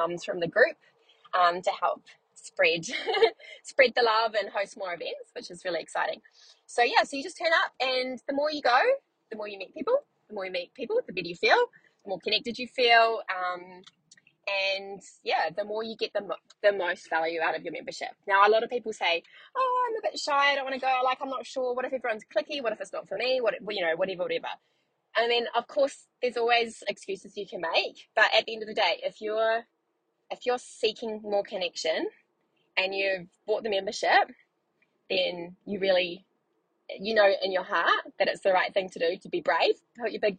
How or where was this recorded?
inside a vehicle